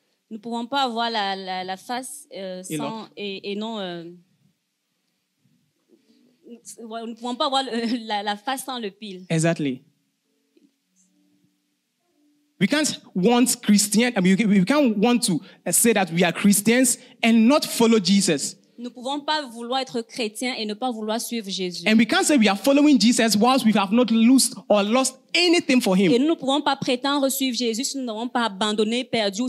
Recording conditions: large echoing room